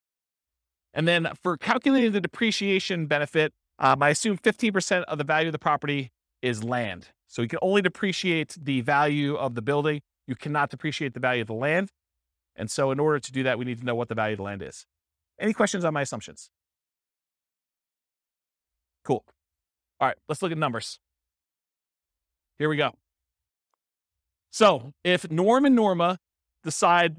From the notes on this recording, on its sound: This was a live class recorded